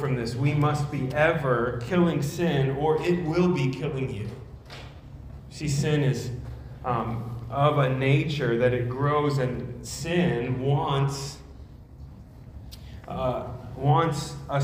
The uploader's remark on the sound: at Immanuel Church of Orange County on November 6, 2022.